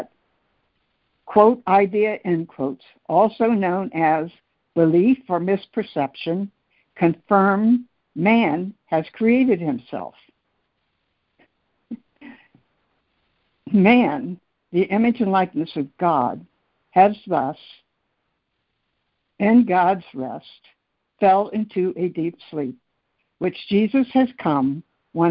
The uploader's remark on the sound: ACIM Daily Conference Call